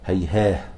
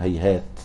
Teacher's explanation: من القراء من يقف عليها بالهاء ومنهم من يقف عليها بالتاء اتباعا للرسم.